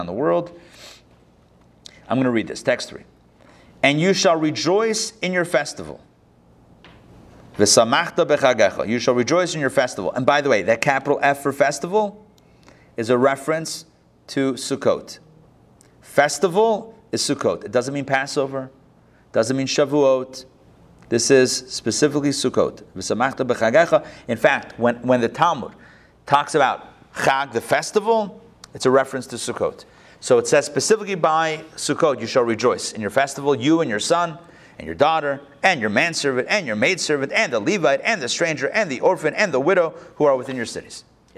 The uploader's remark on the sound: Recorded live at the Intown Jewish Academy on September 19, 2021